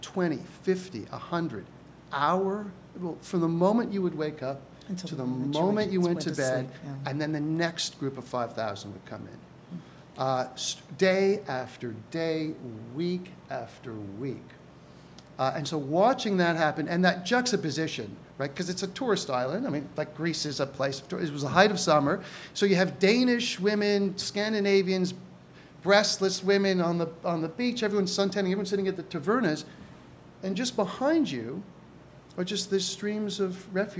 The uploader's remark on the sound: Recorded live May 7th, 2017 at the Prairie Theatre Exchange in Winnipeg.